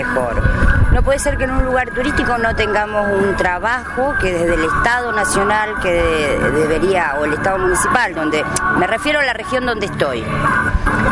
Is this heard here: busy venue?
yes